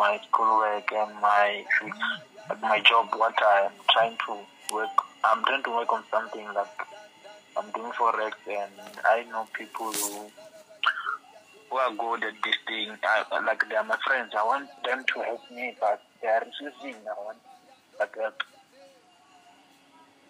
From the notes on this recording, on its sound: healing over the phone